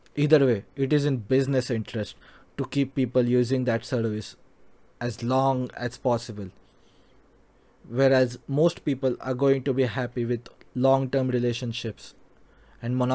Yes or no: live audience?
no